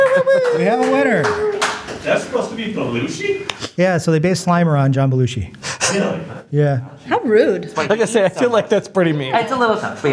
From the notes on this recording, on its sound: LIVE FROM IRONDEQUOIT PUBLIC LIBRARY! For the first time ever, we recorded in front of a live audience!